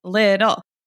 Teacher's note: the word little has the two T's in the middle, but makes a almost like a D sound